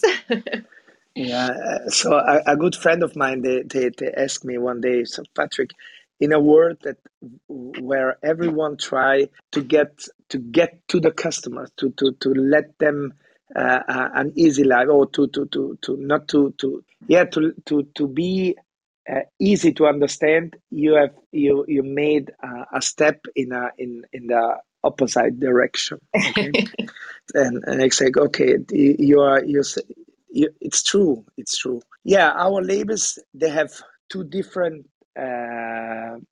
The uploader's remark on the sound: These sessions are recorded from Clubhouse and replayed here on the Italian Wine Podcast! These recorded sessions are then released on the podcast.